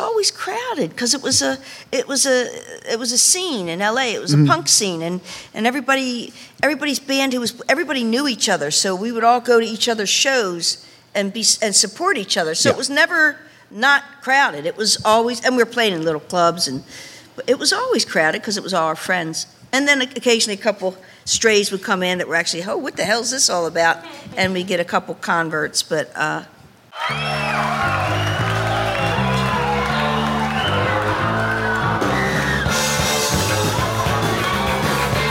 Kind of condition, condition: setting, live audience